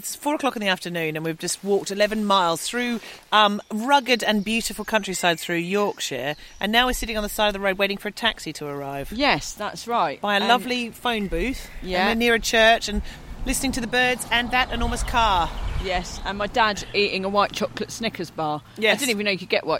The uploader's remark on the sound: Sorry about the sound quality for the first ten minutes - it was a bit windy - but stick with it, as the rest of the ep was recorded in a pub!